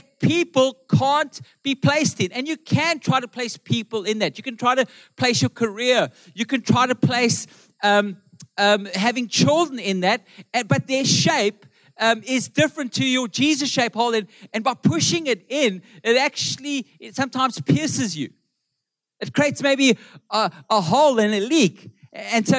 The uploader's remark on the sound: Melkbos AM. Recorded live on Sunday 20th August the 2023.